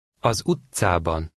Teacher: Remember to put the stress on the first syllable of the second word.